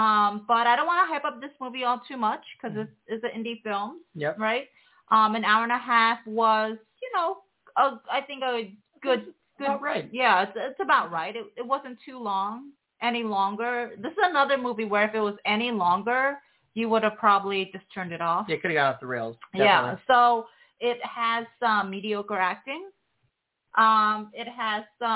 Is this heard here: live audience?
no